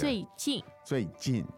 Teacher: Yes, and 近, J-I-N, yes. without the N-G nasal sound